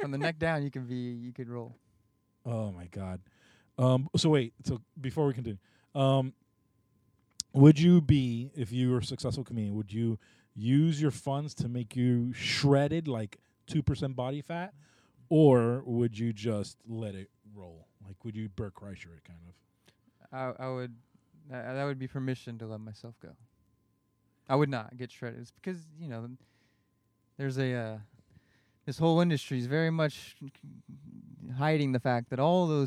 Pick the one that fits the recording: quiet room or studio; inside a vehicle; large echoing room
inside a vehicle